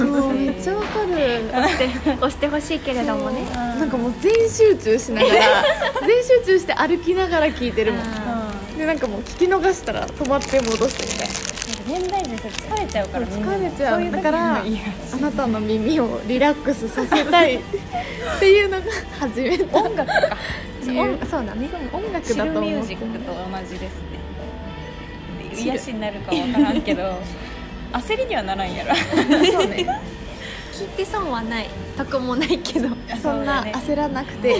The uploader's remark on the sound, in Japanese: 記念すべき第1回目は、なんと3人の仕事終わり、次の予定まで1時間という時間に追われながらフレッシュネスバーガーで撮りました。雑音がすごいです、ガザガサしてるのは食べながら撮っているからです。